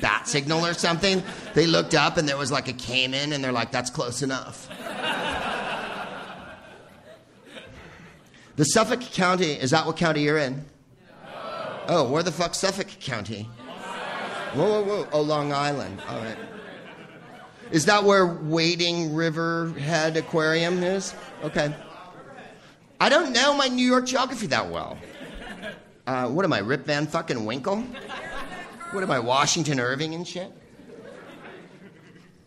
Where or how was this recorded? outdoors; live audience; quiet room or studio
live audience